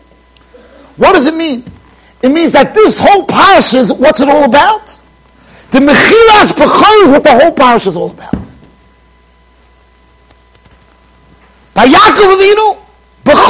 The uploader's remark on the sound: Shiur recorded in Yeshivas Ohr Reuven, Monsey NY.